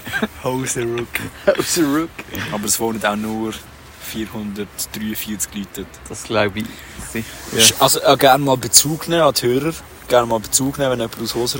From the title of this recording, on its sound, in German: Live aus der Anflugschneise